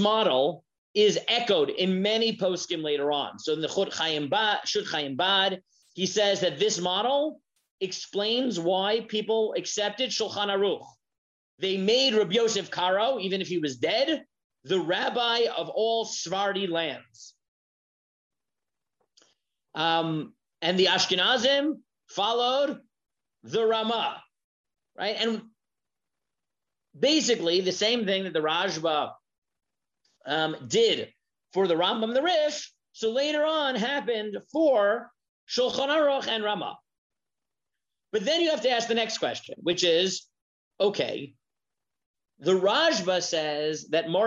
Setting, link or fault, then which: link, video call